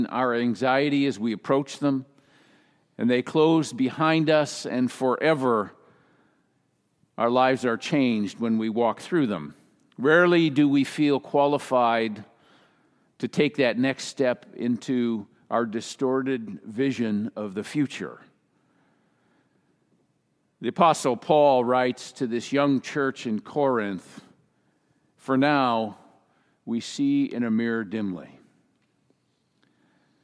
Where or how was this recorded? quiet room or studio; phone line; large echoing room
large echoing room